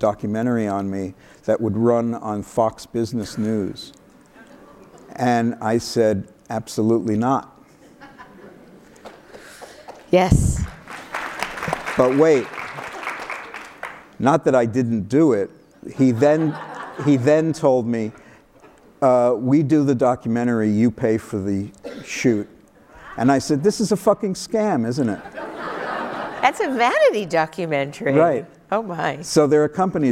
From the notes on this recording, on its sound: live on stage